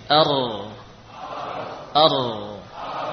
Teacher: Huruf ra juga berasal dari ujung lidah, namun melibatkan bagian punggungnya. Ya, kalau tadi nun dari sini, bagian ujung dari arah depan, ada pun ra ujung menyertakan bagian atas sedikit, yaitu yang dinamakan dhahrul lisan, punggung lidah.